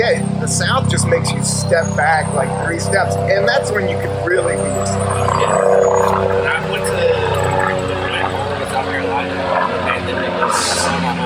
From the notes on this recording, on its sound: Apologies for the audio, the main mix got lost in the mix